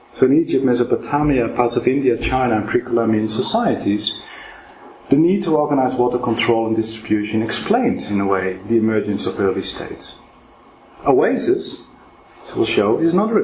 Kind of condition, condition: setting, large echoing room